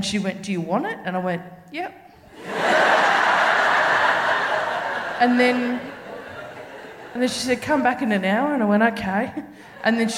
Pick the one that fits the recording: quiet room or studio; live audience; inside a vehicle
live audience